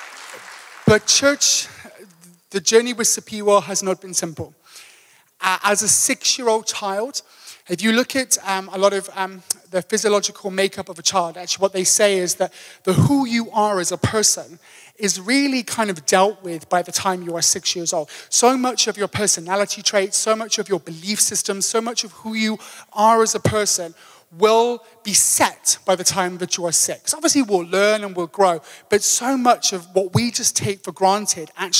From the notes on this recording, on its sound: Table View AM. Recorded live on Sunday 18th June the 2023.